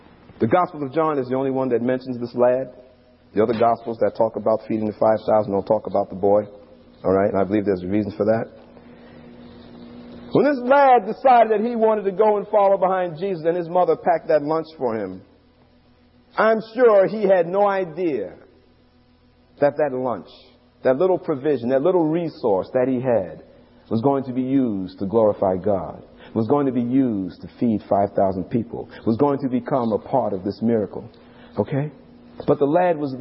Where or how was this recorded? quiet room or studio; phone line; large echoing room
large echoing room